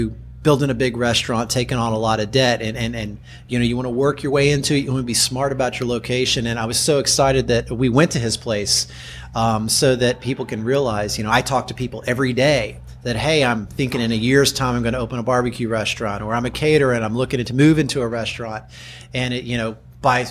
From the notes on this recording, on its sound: This podcast was recorded during the 2018 NBBQA National Conference & Academy.